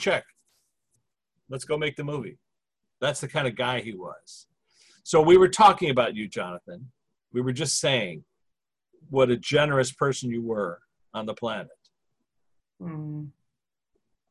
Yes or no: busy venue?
no